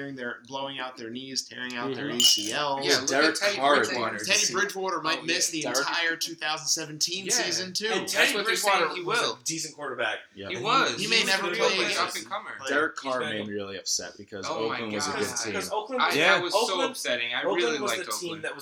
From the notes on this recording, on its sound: recorded at a Super Bowl party!